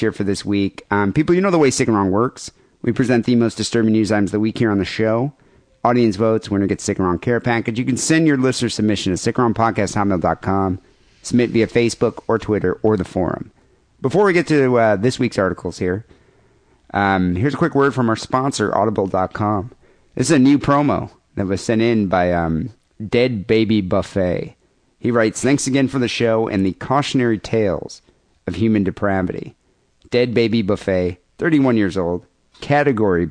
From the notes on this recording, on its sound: Phone calls and listener email.